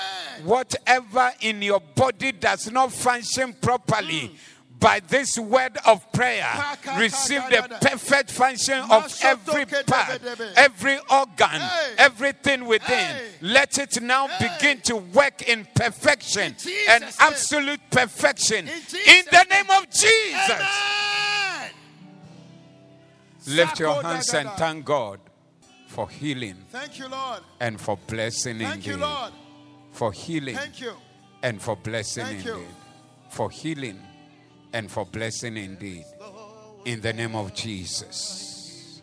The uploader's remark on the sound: Preached at the Doxa Service